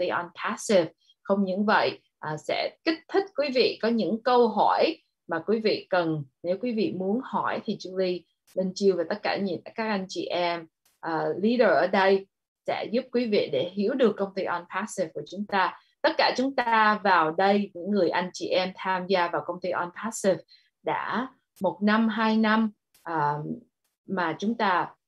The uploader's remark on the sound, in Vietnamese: Zoom Onpassive ngày 21.08.2021